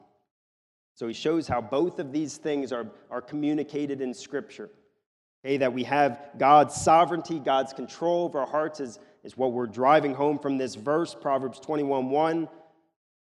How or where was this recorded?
large echoing room